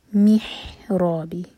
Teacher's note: ح حلق سے اور را ہیوی